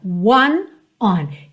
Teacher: Olha só, one, one, one. Já a preposição on, você já faz o formato mesmo do O, on, só que ele é super nasal, é mais aberto, não é uma letra O, O, O, O, é on, on, tem esse A, A aqui, A, on, on.